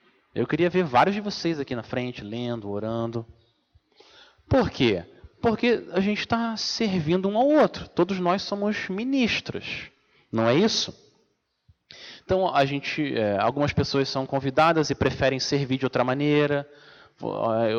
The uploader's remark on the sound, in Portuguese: Mensagem gravada na Igreja Batista Jardim Minesota